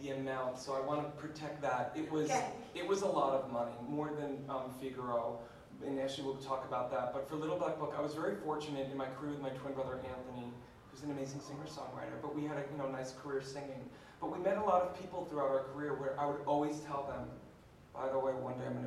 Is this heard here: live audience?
yes